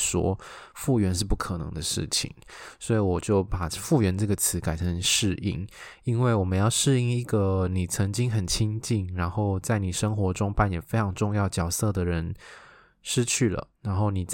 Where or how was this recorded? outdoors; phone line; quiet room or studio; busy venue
quiet room or studio